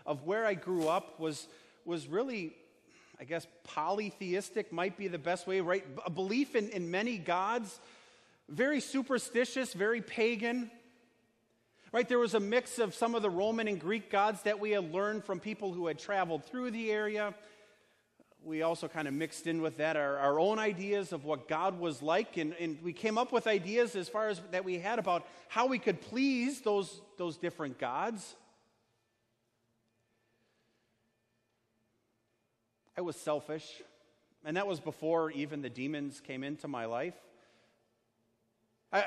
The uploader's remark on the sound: Sermon delivered at Our Savior Lutheran Church in Birmingham, AL, on Sunday, June 23rd, 2019.